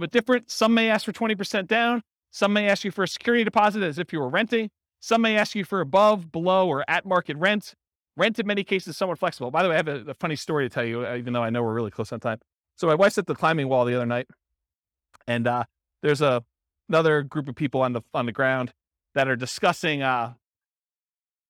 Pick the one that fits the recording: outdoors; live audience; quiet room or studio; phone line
live audience